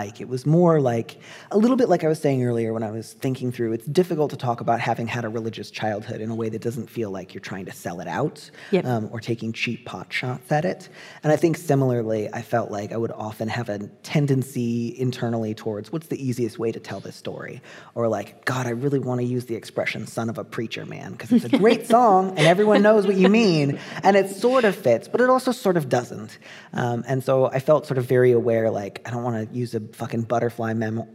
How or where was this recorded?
live audience